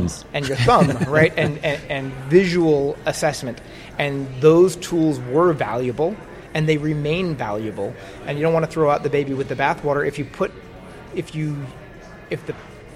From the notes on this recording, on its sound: Coming at you live(ish) from the Bellagio Hotel and Casino in Las Vegas Nevada. Today is day one at the Orthopedic Summit we got to enjoy several outstanding presentations and panel discussions.